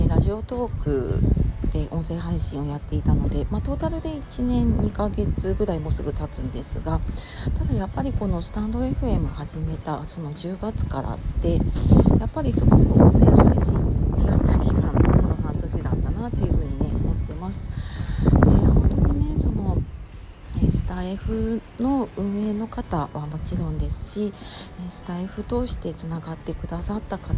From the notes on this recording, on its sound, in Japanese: 外収録で風の音がうるさかったですね、お聞き苦しくてすみません